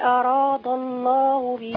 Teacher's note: عندي لام لفظ الجلالة مفخمة